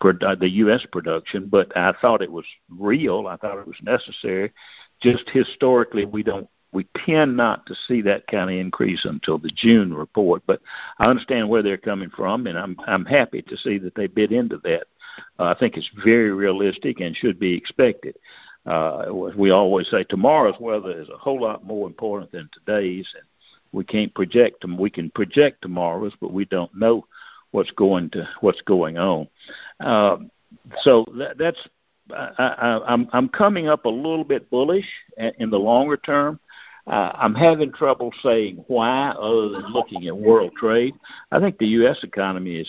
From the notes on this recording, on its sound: Monthly Cotton Conference Call.